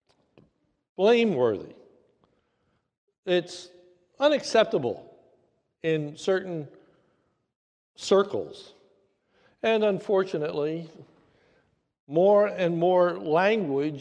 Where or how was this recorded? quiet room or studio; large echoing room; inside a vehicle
large echoing room